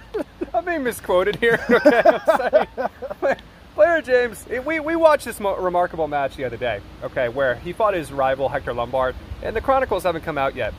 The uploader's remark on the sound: We decided to record a podcast in the woods in Connecticut. The public got involved.